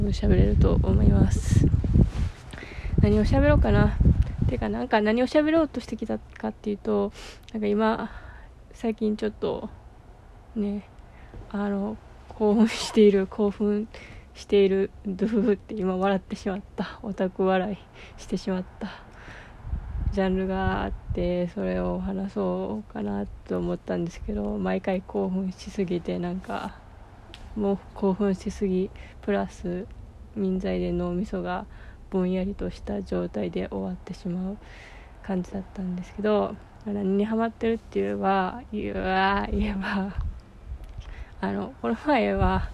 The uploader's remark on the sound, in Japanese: 扇風機の雑音注意